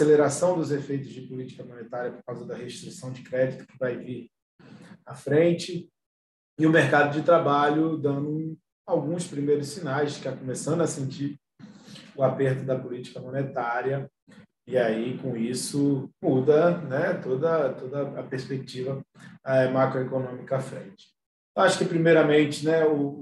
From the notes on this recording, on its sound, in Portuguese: Novamente, realizamos a conferência pelo zoom com transmissão simultânea pelo YouTube.